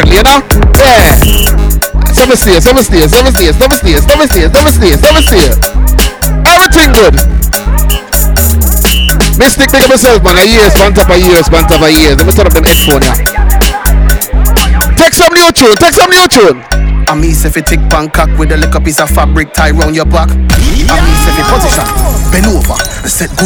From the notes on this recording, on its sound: live at the legendary freaky fridays